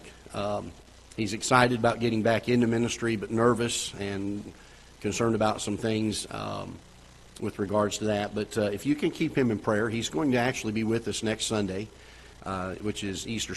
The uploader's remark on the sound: Ketha Heights Baptist Church ~ Live Broadcast